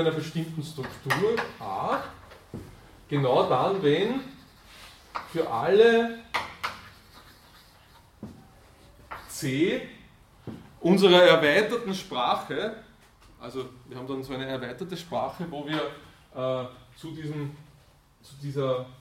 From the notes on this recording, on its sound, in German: Diese Vorlesung wurde von Studierenden aufgenommen